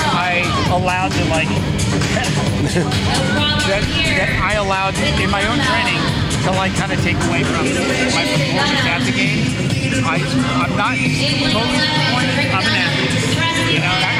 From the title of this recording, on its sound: Live from the Master's Fitness Collective